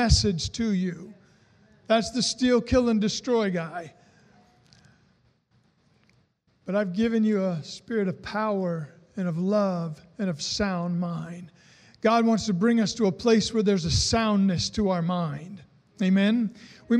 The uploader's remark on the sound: was recorded on Sunday, August 16, 2020, during service at The Anchor Church in Rockport, Maine.